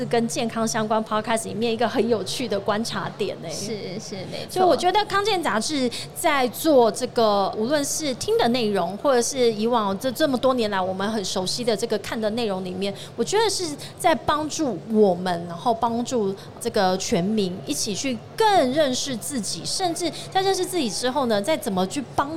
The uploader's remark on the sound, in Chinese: 2022 Medical Taiwan台灣國際醫療暨健康照護展 -Live Podcast